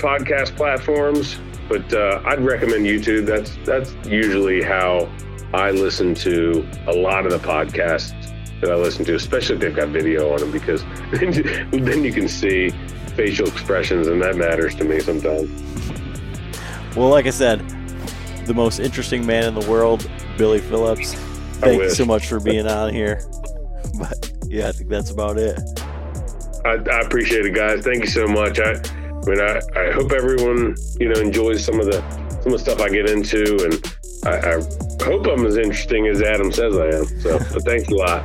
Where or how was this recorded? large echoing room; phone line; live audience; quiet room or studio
phone line